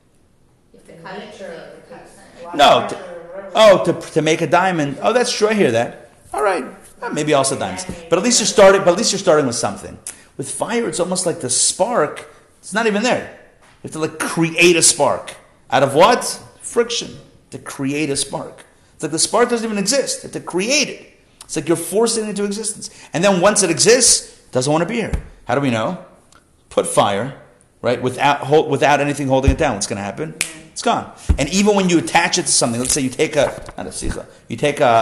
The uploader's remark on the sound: Recorded live at The Torah Center ATL.